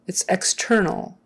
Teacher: Stress on the second to the last.